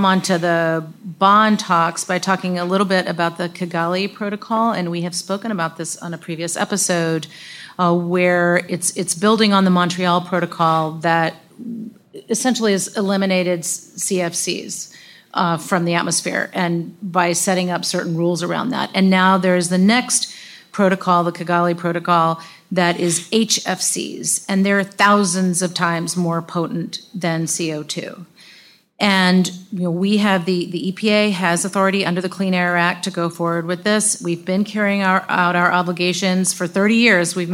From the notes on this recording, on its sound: we recorded live at Greentown Labs , the largest cleantech incubator in the country.